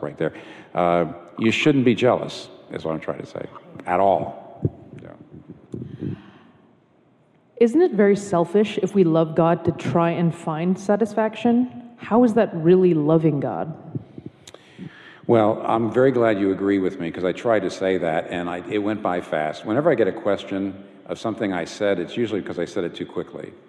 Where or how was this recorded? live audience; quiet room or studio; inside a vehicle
live audience